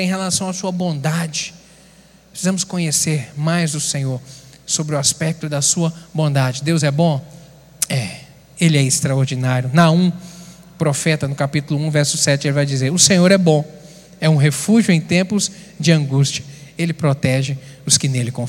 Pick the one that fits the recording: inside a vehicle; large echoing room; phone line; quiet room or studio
large echoing room